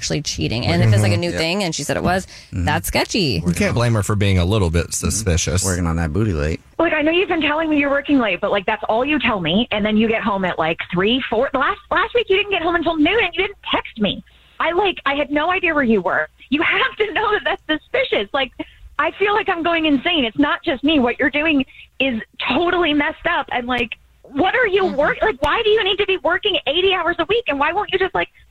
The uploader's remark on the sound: is on the phone today